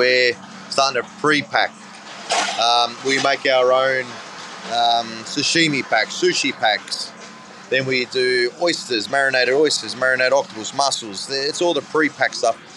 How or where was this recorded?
busy venue